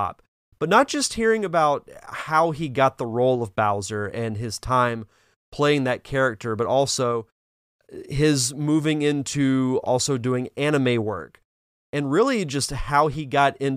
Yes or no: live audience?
no